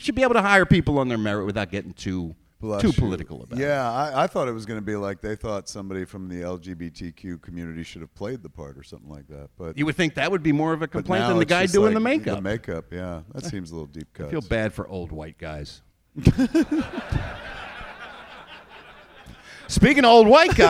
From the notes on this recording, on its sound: perform live at SMODCASTLE CINEMAS in Atlantic Highlands, NJ